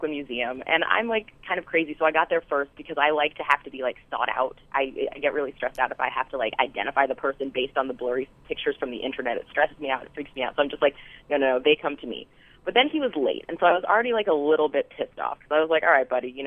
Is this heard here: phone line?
yes